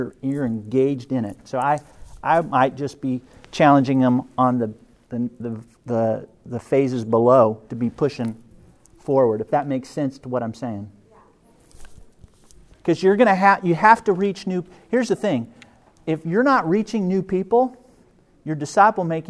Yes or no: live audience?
yes